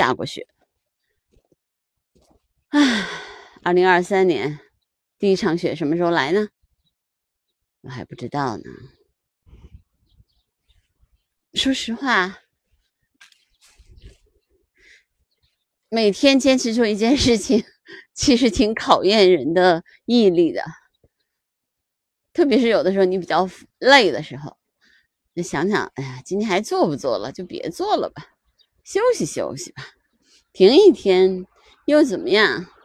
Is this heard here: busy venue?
no